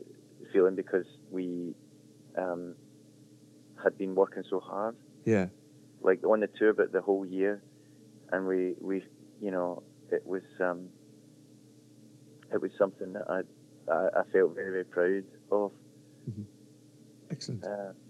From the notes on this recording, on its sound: phone interview